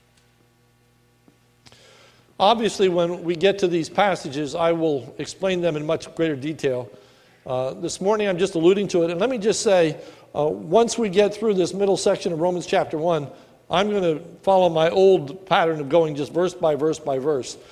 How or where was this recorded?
large echoing room